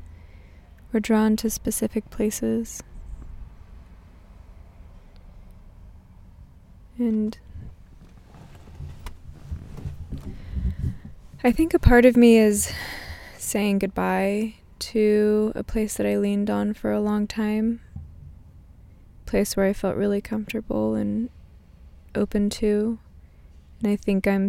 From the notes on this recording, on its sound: In my car in downtown sac, it's at least 80 degrees Fahrenheit in here.